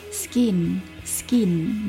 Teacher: 爆破音 s 跟爆破音 k 这两个音相连， k 会转换成 g